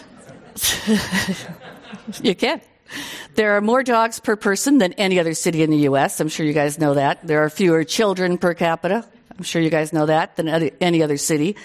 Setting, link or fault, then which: setting, live audience